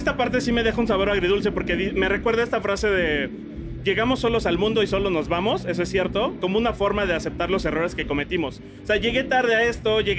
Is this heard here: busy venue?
yes